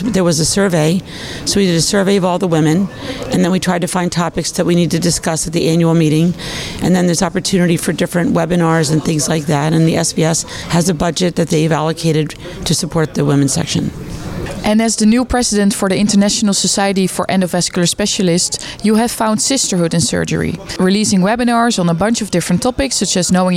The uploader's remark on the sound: One of our last live recorded podcasts from #ESVS2023 Annual Meeting in Belfast has been very special to our team.